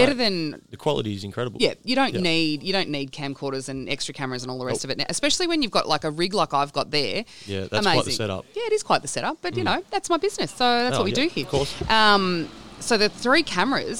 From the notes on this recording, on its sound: Live from Robinvale Leading Appliances. Playing with the all new iPhone 11, the Carpool Karaoke mic and eating snags and cake!